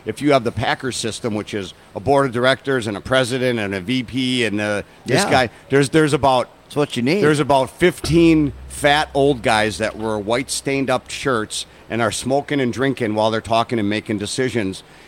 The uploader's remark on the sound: the owner of O'Briens Pub, Where they actually did the show live from.